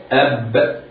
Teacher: الباء حرف شديد مجهور فيتعين قلقلته. ولذا يقول علماء الصوت المحدثون إن الباء حرف انفجاري.